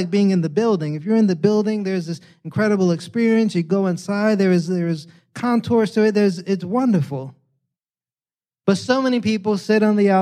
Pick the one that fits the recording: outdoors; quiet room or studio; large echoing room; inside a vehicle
large echoing room